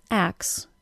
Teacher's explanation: When I say the word axe, I don't actually say the T sound. Axe. This is the normal American pronunciation of this combination.